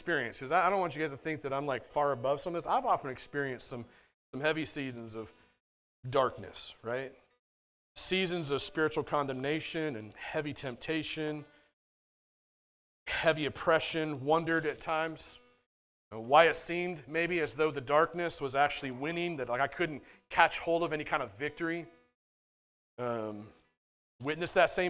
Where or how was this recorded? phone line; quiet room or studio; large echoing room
large echoing room